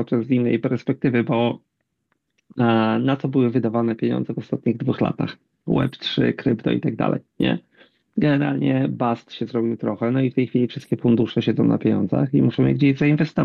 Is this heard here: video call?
yes